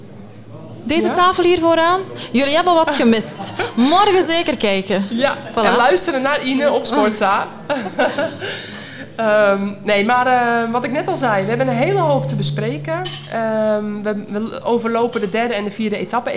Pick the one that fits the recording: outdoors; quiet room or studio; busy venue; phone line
busy venue